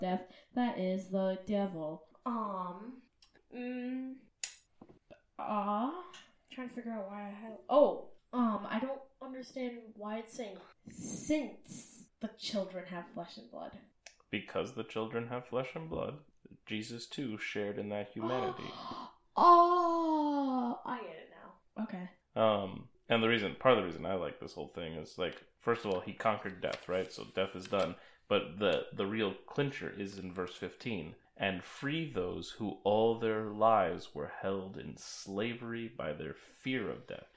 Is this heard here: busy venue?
no